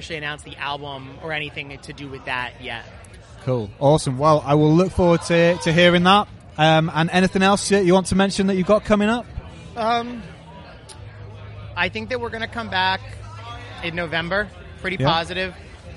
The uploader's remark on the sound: episodes recorded at Slam Dunk 2022